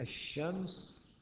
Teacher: بينما في الشمس اللام قلبت إلى شين فتدغم، تقلب فتدغم، تدغم إلى شين ساكنة، والشين التي بعدها متحركة.